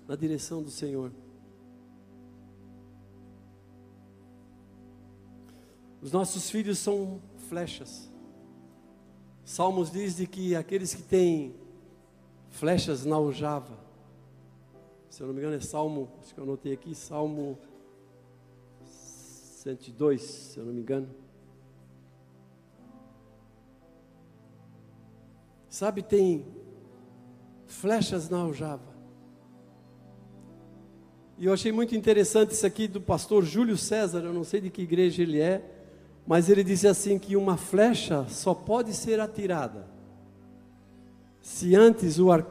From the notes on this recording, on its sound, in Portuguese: Em nosso Culto de Celebração. Na Igreja ABA Blumenau (Transmitido ao vivo).